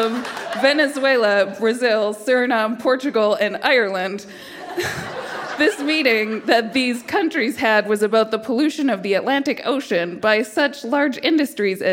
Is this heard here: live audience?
yes